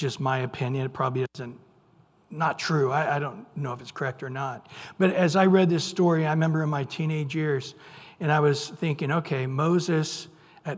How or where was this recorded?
large echoing room